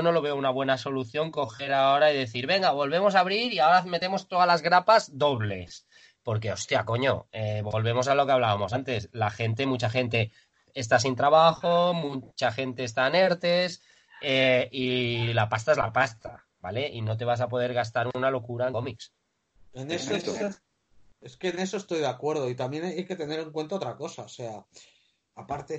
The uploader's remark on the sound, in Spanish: Podcast grabado de manera excepcional esperamos online debido a la cuarentena.